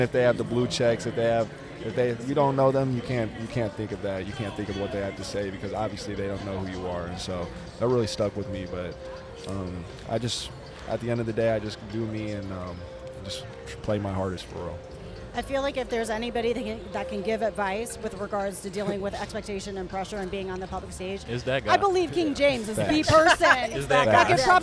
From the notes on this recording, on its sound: Recorded live from Fan Fest during the Men’s Final Four Championships in Houston, Texas.